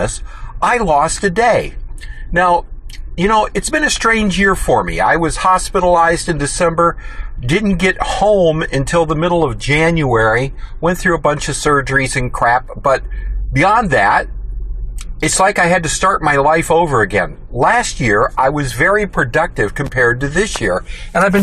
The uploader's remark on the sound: recorded live in my car while I was working